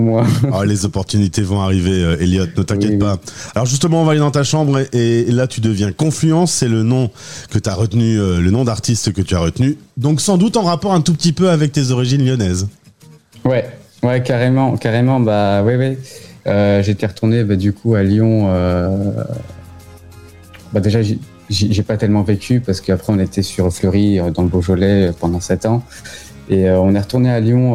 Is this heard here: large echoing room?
no